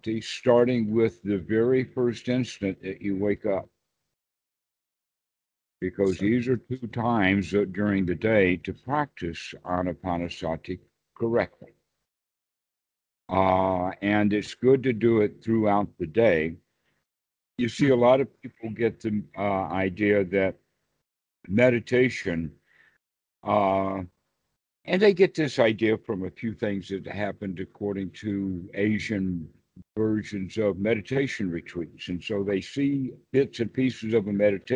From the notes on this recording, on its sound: skype calls on this channel